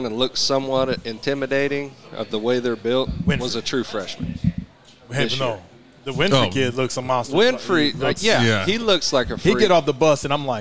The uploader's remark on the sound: LIVE from Brent's Cajun Seafood